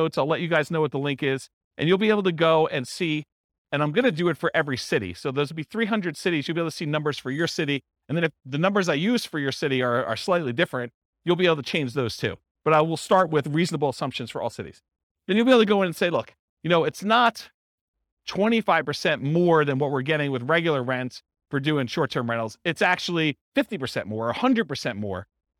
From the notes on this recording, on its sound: This was a live class recorded